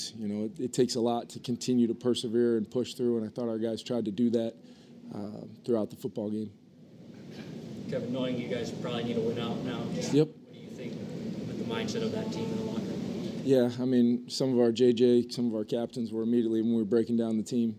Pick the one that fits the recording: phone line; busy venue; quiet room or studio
busy venue